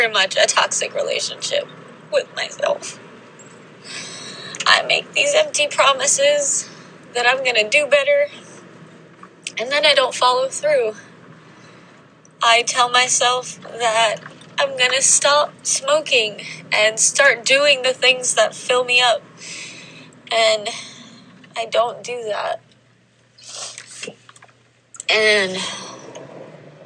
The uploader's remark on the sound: Today's episode is a compilation of actual thoughts that I've recorded on actual Journal Drives.